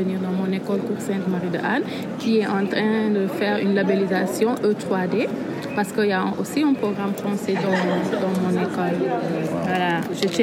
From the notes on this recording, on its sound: An audio diary from the COP28 climate conference. Sights, sounds and scenes from the largest climate gathering on the planet.